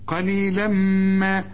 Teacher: التنوين بعده ميم، ادغام بغنة